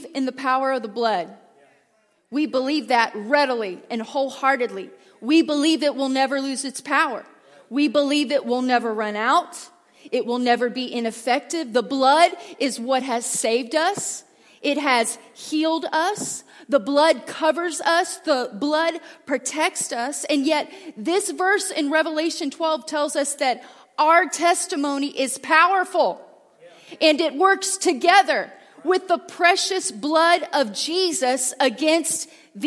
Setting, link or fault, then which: setting, large echoing room